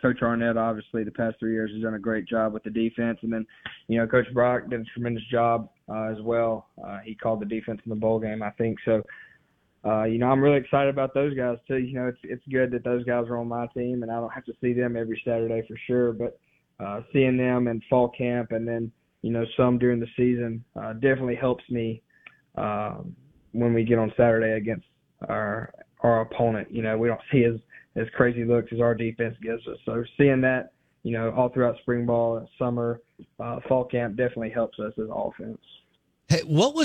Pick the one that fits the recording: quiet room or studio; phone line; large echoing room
phone line